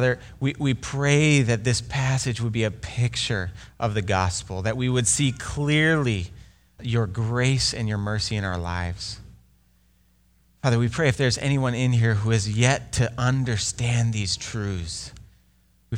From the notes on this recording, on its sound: Delivered Sunday, March 1, 2020 at Woodridge Community Church (New Berlin, WI).